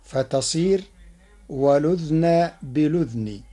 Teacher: قرأ ورش كلمتي والأذن بالأذن بإسكان الذال معا، فتصير والأذن بالأذن مع نقل حركة الهمز إلى الساكن قبلها.